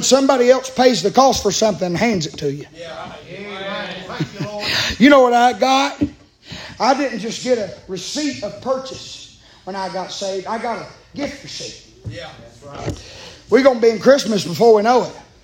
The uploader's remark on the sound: Live from Still Water Baptist Church on 4/19/23. Preaching live from Still Water Baptist Church.